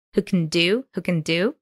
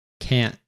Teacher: in first can, there is schwa sound, who can do, and there is a broad a sound in the can't